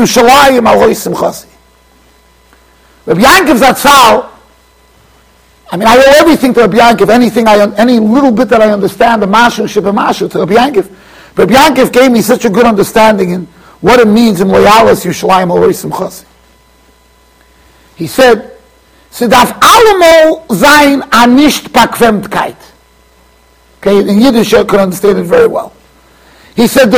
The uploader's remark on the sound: Shiur recorded in Yeshivas Ohr Reuven, Monsey NY.